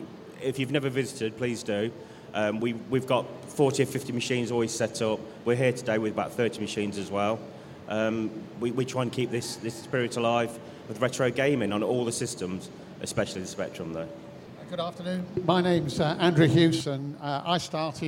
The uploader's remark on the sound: panel from PLAY Expo, Manchester